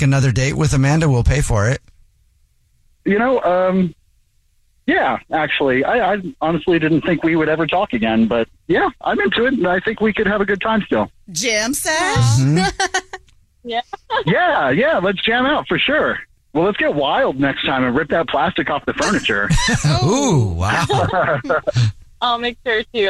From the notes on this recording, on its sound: We get that other person on the phone